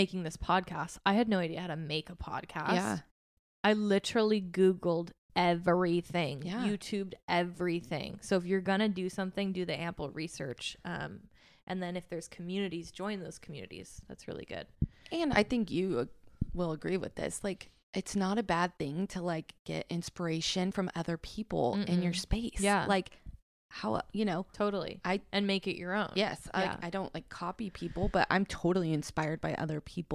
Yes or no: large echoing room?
no